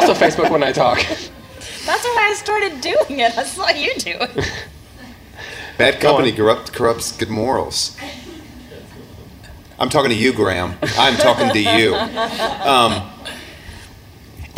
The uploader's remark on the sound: LIVE EPISODE. This episode was recorded at the 2017 CiRCE Conference.